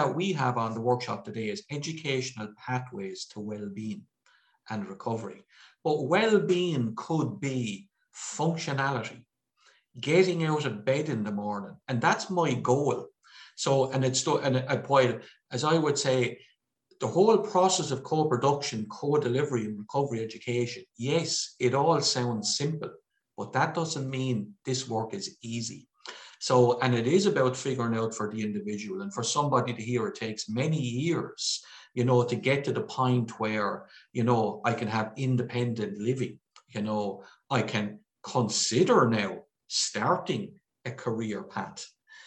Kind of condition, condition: link, video call